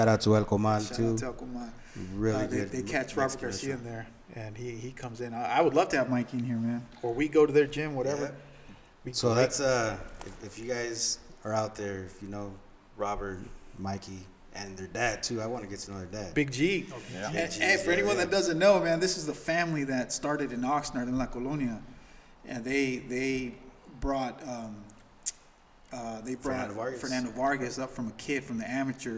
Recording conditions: background noise